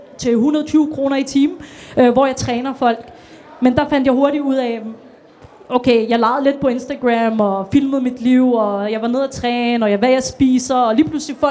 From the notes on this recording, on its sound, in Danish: Dette er en speciel episode som er optaget fra vores Ramdan Event, hvor vi lavede live interview Under Buen.